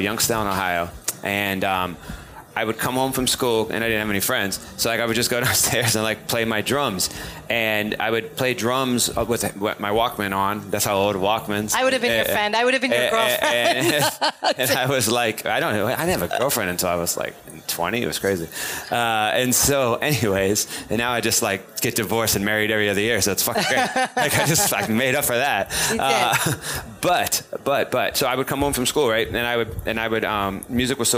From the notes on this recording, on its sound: Pop Culture Mondays on Thursdays has its first live show with a studio audience recorded at the Future Proof Festival this week in Huntington Beach.